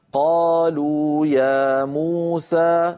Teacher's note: هذه خمس مدود متتالية طبيعية متساوية في الزمن، كل واحد منها مد طبيعي